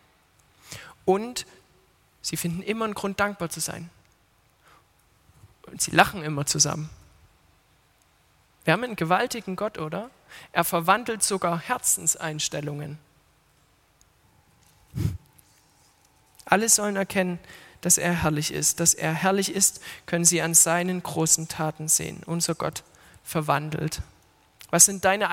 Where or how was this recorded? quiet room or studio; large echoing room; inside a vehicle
large echoing room